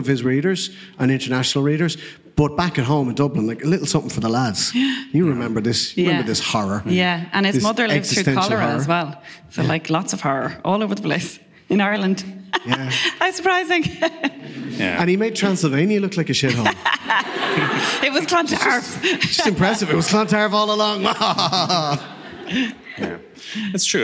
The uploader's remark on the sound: With thanks to the Bram Stoker Festival, the Motherfoclóir Podcast was resurrected for one afternoon in October 2022. In this recording of last year's live show.